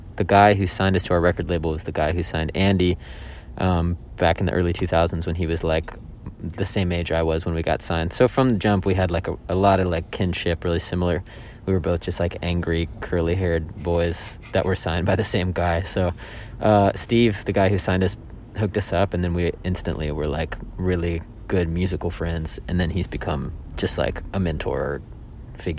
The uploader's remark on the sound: in a van outside the Fox Theatre in Atlanta, GA